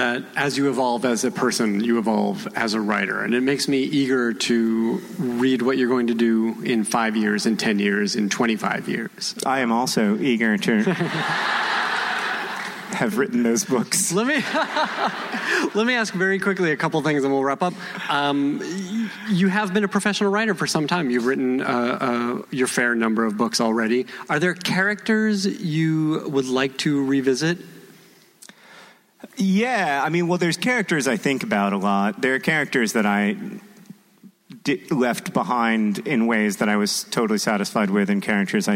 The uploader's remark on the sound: Recorded at NerdCon: Stories in Minneapolis, MN on October 14, 2016.